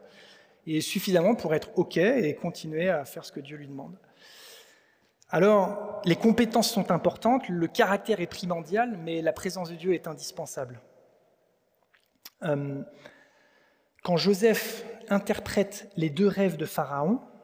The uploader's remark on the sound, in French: Enregistré à l'église CVV